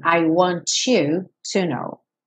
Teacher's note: uma palavra terminada em T seguida de um you pode soar to